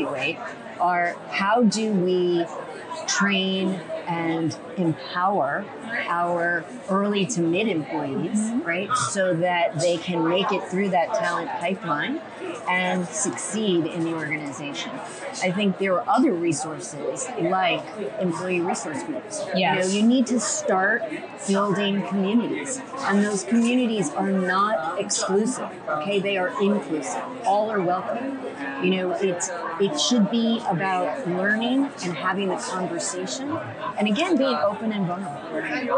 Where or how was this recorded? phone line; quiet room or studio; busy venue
busy venue